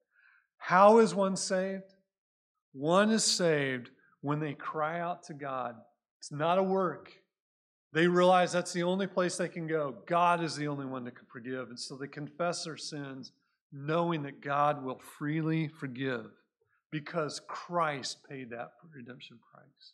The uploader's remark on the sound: Recorded at Cornerstone Church in Mesa, AZ